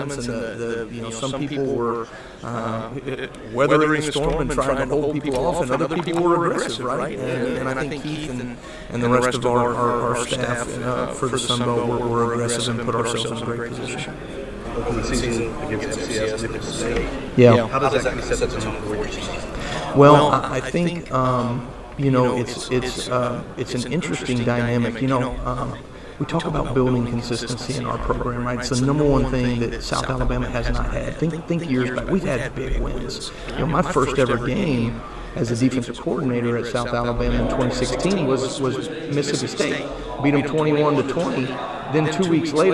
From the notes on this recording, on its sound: FunBelt Podcast rolls in off Bourbon Street for a second day of Sun Belt Conference Media Days